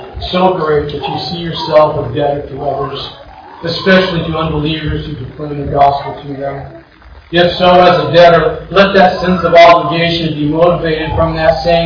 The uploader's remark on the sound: Once again, I apologize for the bad audio quality.